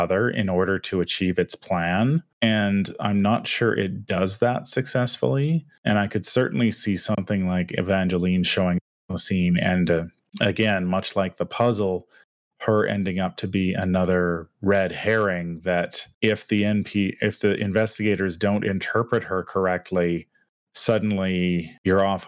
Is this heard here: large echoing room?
no